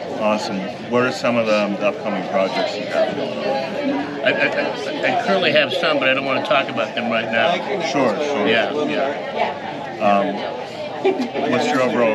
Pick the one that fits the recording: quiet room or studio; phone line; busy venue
busy venue